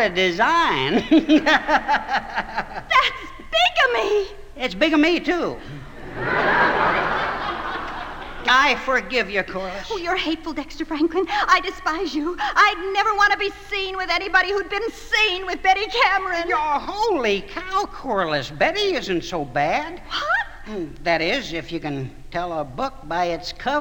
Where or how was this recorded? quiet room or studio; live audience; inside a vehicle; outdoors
live audience